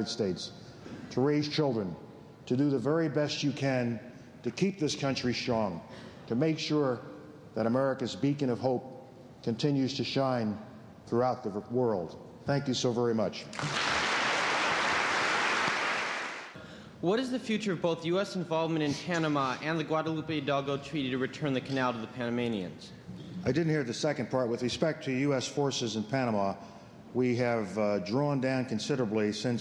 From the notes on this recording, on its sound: This address was recorded at the Academy of Achievement's 1990 Summit in Chicago